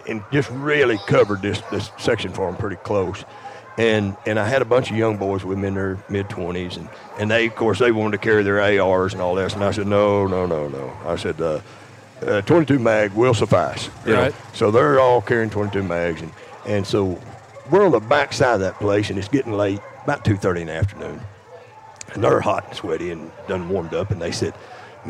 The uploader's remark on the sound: Recorded LIVE from Uncle Earl’s Hog Dog Trials. Travels to the Pelican State, The Bayou Country, The Creole State, Sportsman’s Paradise, the one and only State of Louisiana to record this episode with two bona fide dog men.